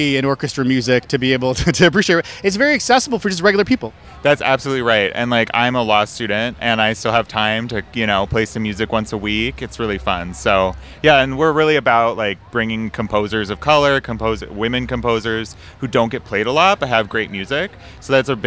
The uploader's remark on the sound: On-location in Loring Park for the 2018 Twin Cities Pride Festival Part 3.